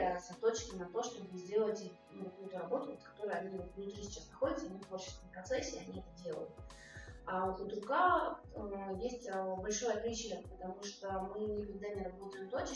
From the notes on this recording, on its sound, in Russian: Эфир получился очень насыщенным, но, к сожалению, из-за технической ошибки возникли проблемы со звуком.